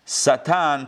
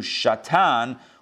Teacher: If you just change the dot from the left side to the right side, it changes it from an S sound to an SH sound in English, from a Satan to Shatan